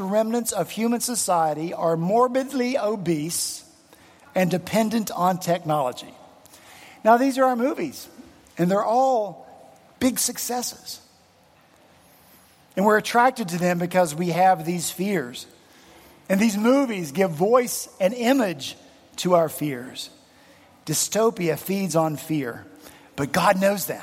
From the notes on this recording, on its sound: On Sunday, February 12 at Redeemer Presbyterian Church in Charleston, SC, our senior pastor followed up his sermon